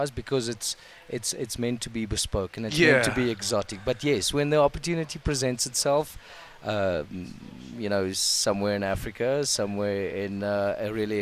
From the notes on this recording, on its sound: We have been broadcasting live from the Carnivore Restaurant in Muldesdrift.